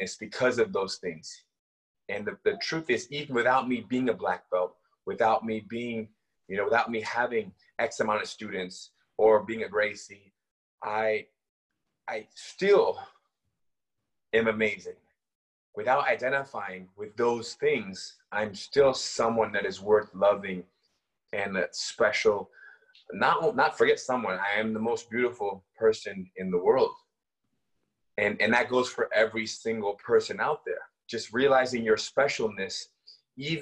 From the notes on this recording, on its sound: From Live Private Zoom Session